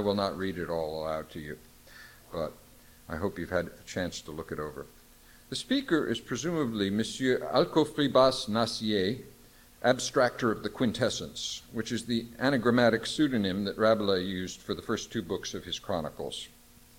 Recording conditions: large echoing room